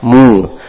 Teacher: Ketika mu, maka mulut dimonyongkan biar sempurna huruf dhammanya.